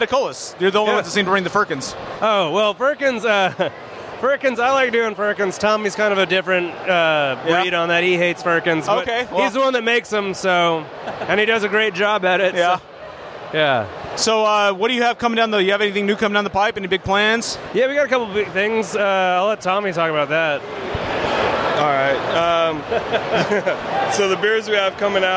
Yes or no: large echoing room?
no